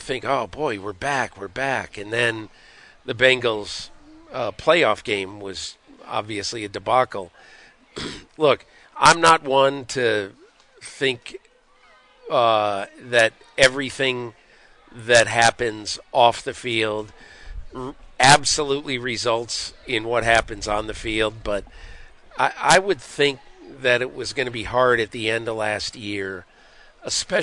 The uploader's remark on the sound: live from Bills training camp